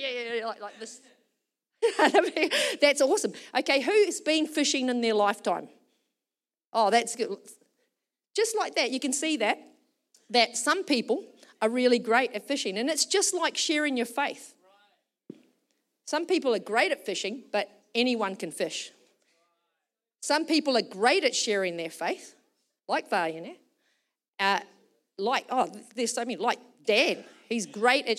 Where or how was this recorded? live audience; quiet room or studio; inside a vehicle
live audience